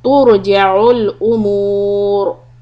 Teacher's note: The ra and tur is heavy and umur, that ra is also heavy because we put a sukun on it and preceded by that is a dhamma